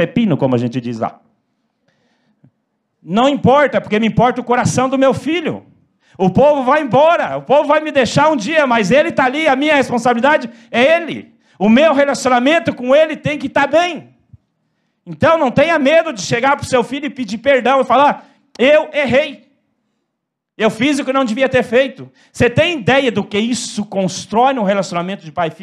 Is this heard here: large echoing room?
yes